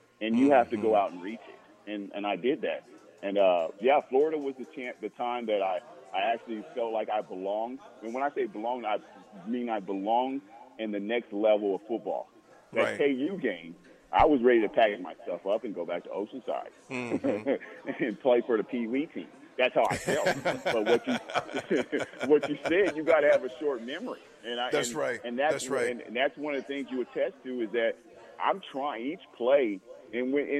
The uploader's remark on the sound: Live From Daq Shack (4630 Leighton Ave Suite 25)